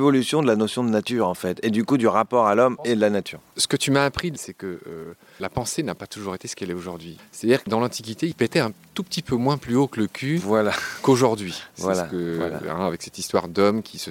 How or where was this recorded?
outdoors